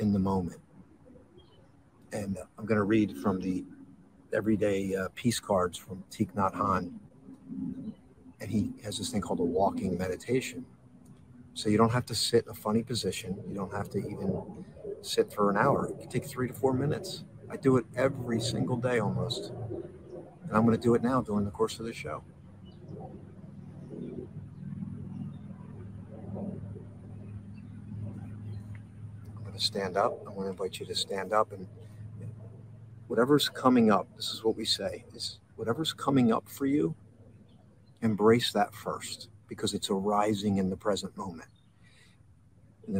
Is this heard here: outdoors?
yes